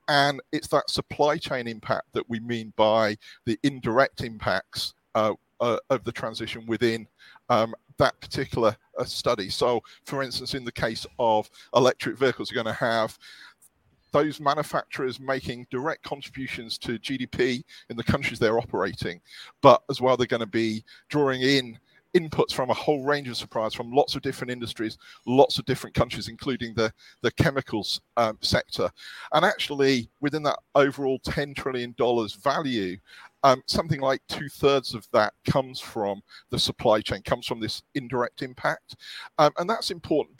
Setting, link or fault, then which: setting, busy venue